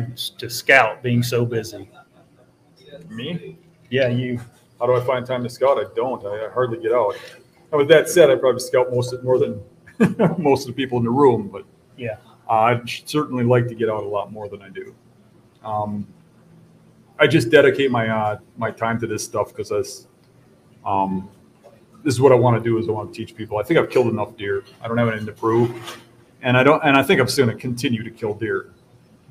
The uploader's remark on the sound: LIVE BEAST Gathering at Buck Shots Bar and Grill! Live at Buck Shots Bar and Grill in Clarkston Michigan.